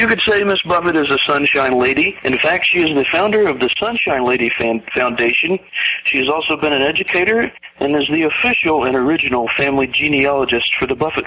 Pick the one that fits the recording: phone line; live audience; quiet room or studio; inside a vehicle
phone line